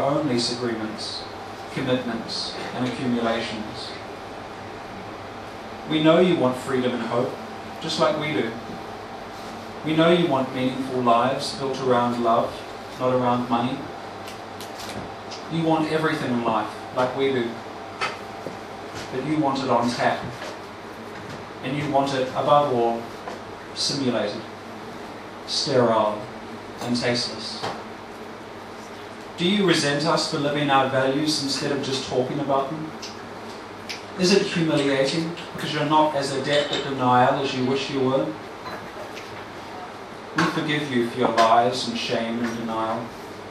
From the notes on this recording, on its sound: Performing at the delightful spoken word open mic at Oussou in Melbourne.